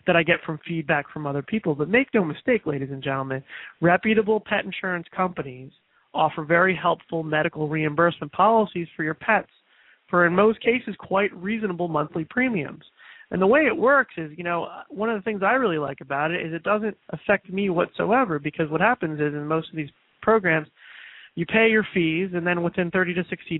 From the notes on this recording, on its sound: open up the lines throughout this final broadcast